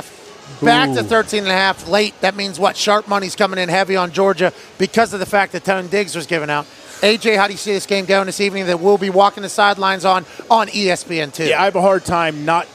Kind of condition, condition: setting, busy venue